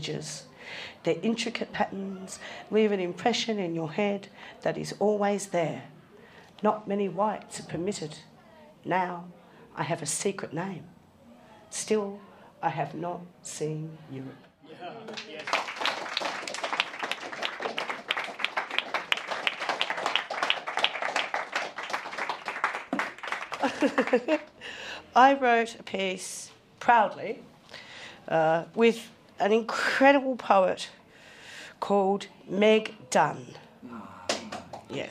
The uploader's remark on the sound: Live at Passionate Tongues. Recorded at The Brunswick Green.